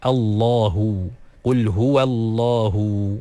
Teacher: Letakkan lidah pada lelangit kita dan tebalkan dia. · Term: lam yang ditaglidhkan